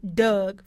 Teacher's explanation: the wholly unique feature of the centralized schwa in the word dug for dog